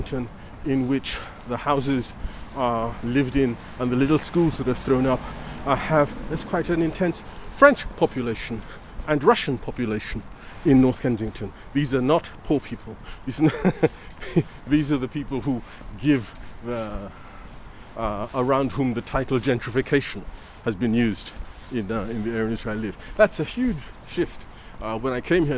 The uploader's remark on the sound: A Political Walk in North Kensington, London